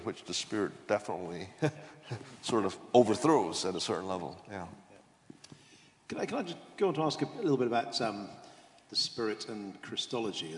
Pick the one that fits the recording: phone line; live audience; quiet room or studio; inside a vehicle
live audience